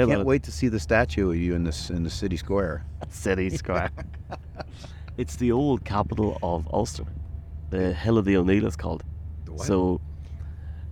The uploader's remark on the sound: Live podcast from a train somewhere in Scotland. A train at 6:45am in the middle of nowhere, as they are on the way to Scotland.